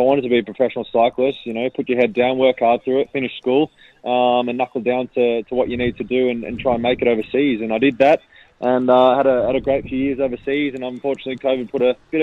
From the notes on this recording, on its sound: called in to Saturdays in Gippsland